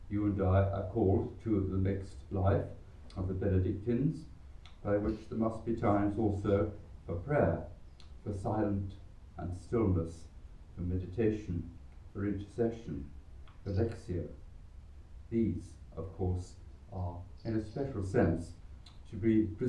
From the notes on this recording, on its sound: Recorded live at Southgate House